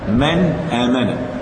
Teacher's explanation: عند ملاقات الهمزة ظهرت النون · Term: الإظهار